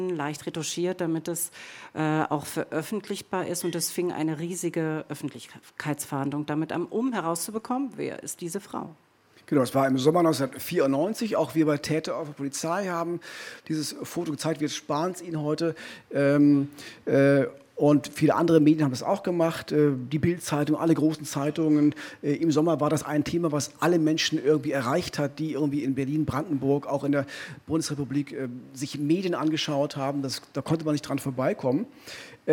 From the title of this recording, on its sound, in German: Im Visier live in Berlin